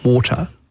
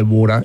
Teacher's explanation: T is becoming D. Well, it's a rapid D. · Shown in: second take